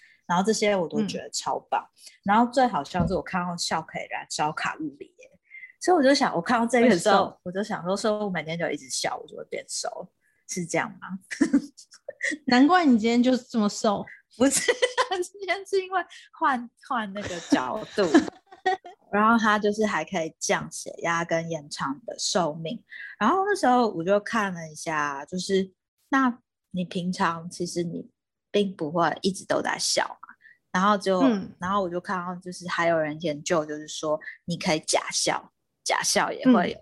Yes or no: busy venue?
no